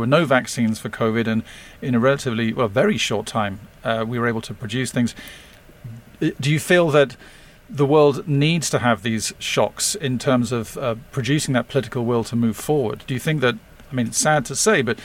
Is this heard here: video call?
no